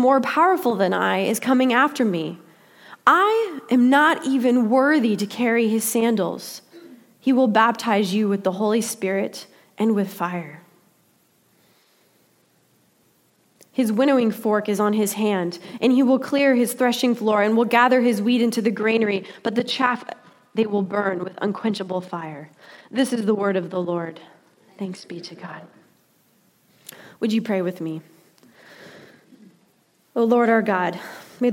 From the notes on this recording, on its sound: Delivered during the Contemporary Worship service.